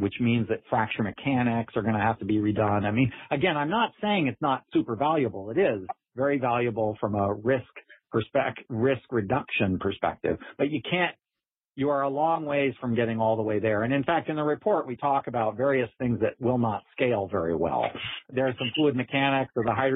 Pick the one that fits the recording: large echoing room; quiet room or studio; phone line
phone line